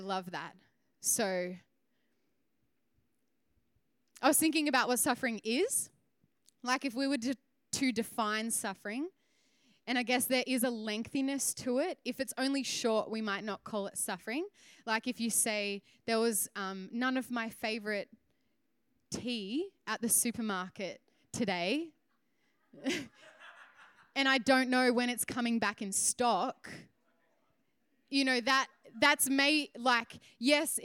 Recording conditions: large echoing room